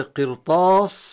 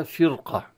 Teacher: فترجع الراء ساكنة إلى التفخيم بسبب حرف الاستعلاء